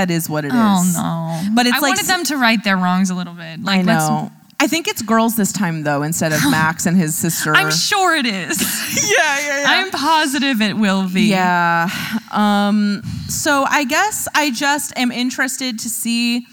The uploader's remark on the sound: our first-ever LIVE episode, recorded at the She Podcasts Live conference in Scottsdale, Arizona